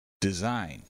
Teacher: Design uses a short E, a Z sound, and a long I.